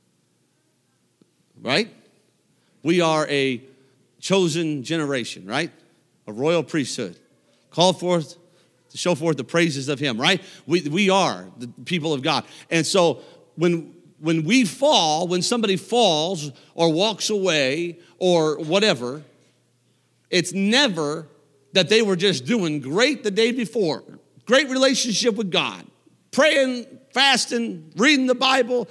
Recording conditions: large echoing room